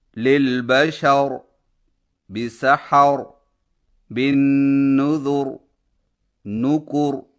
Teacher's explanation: وقف کی صورت میں را کو اس طرح موٹا کر کے پڑھیں گے. للبشر بسحر بن نذر نوکور.